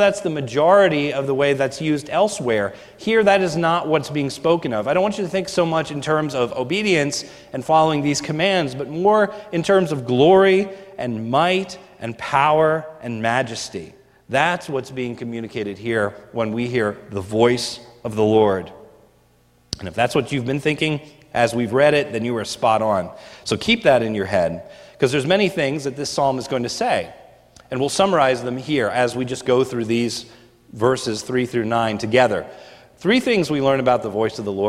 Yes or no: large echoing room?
yes